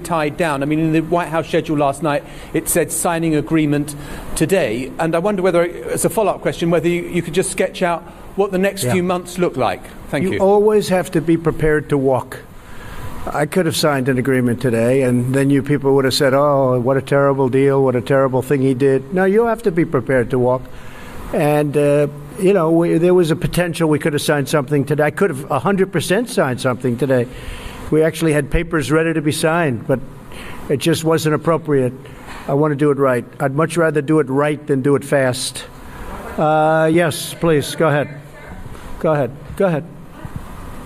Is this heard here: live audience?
yes